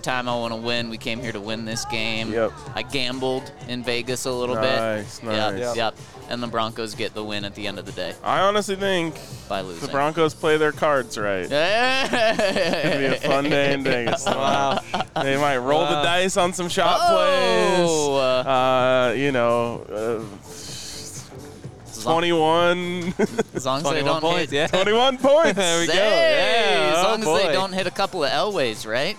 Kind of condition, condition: setting, busy venue